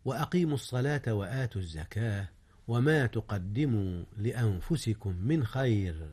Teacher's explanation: إخفاء النون قبل الفاء إذ هي من حروف الإخفاء